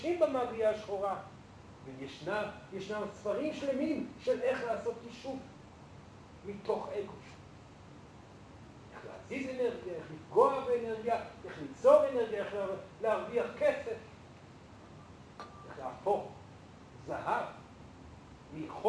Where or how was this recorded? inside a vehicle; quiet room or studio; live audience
live audience